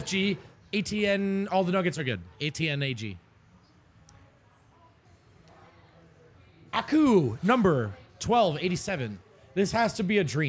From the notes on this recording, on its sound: LIVE from the DNVR Bar